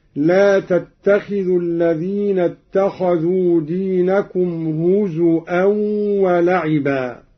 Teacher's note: قرأ قالون بهمز الواو هكذا